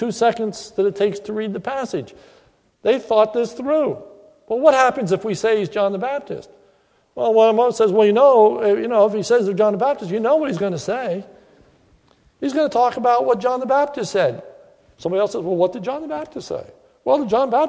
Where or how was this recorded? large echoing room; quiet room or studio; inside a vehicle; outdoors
large echoing room